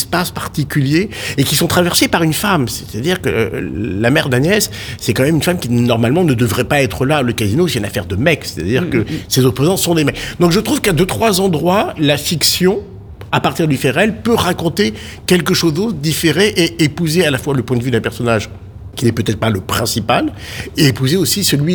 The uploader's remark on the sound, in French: L’ACS s’est mobilisée à Marseille cette année pour la nouvelle édition de Marseille Series Stories. Dans ce numéro enregistré sur place.